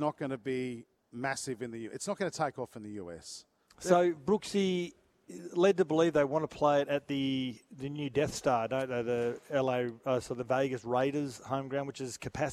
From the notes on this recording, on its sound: Live from Suncorp stadium